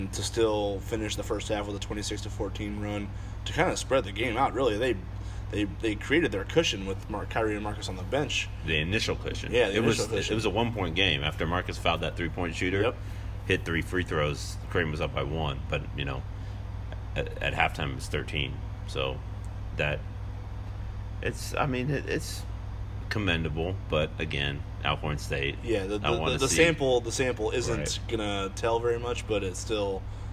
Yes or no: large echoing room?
no